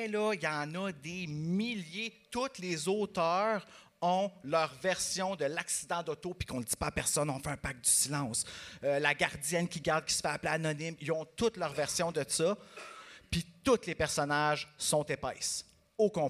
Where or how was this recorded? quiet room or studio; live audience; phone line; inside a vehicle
live audience